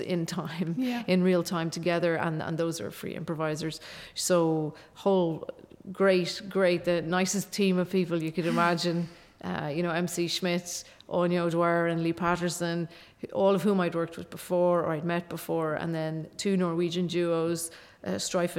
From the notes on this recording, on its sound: Recorded 20 January 2020 in the chapel at Oxford House.